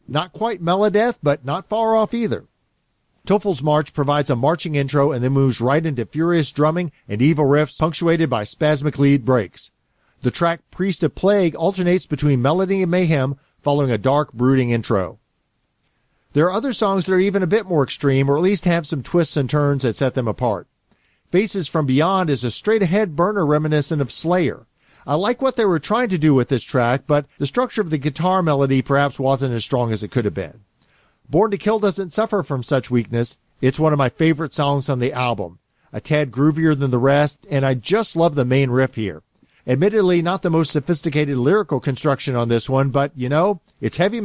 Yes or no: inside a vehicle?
no